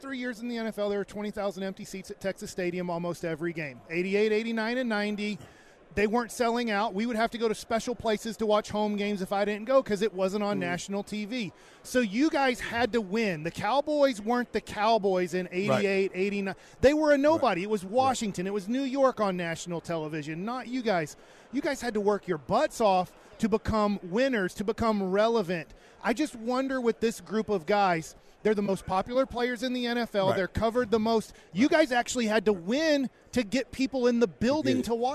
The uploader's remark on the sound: LIVE with The K&C Masterpiece from Radio Row in Las Vegas!